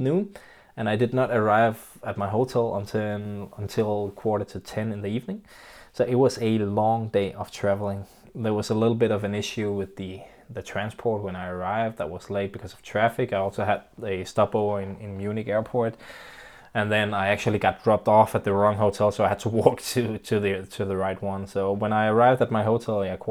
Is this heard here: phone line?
no